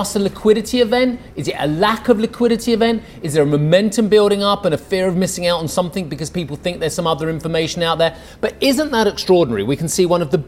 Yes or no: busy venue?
yes